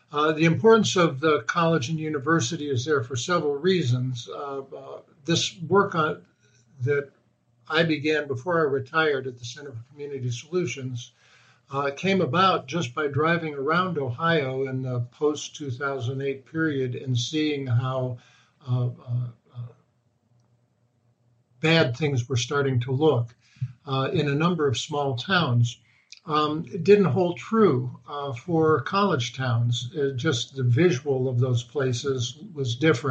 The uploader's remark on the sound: Webinar Podcast